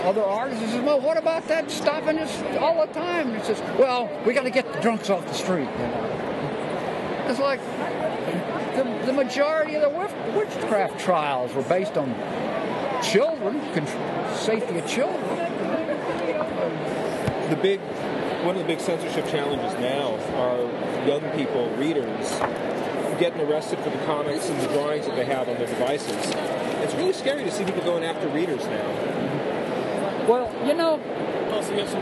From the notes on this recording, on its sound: LIVE! From the 2014 MoCCA Fest! From the floor of the 2014 Museum of Comic and Cartoon Art Festival!